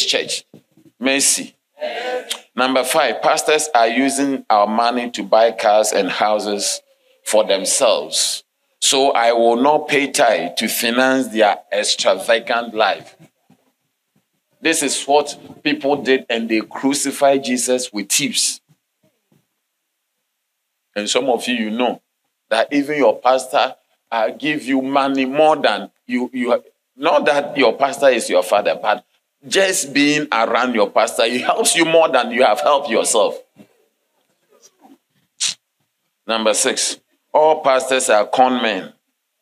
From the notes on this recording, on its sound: Sermon delivered on Sunday, March 26, 2023, at LCI Mega-Church in Cape Town, South Africa.